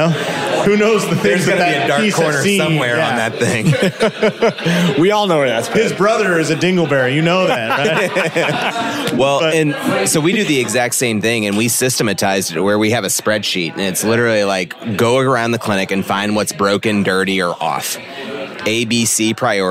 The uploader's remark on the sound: Live in St. Louis at Winchester Spine and Sport. This episode was recorded during a Clinic Gym Hybrid Live Event in St.